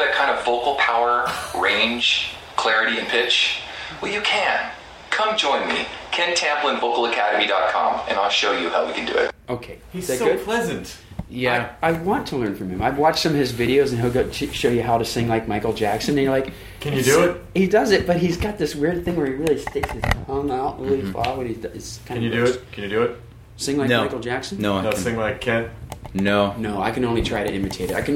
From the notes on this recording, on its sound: Recorded from the Belly Up Tavern in Solana Beach. They play some songs from their sound-check!